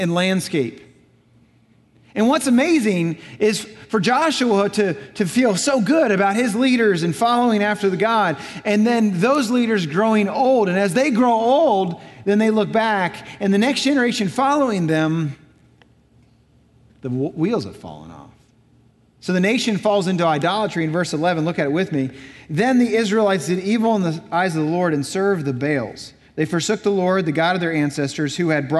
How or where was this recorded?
large echoing room